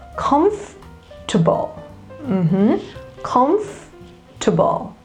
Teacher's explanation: But it's actually no, because the second vowel, which is the O, the second O, is silent. You need to stress on the first syllable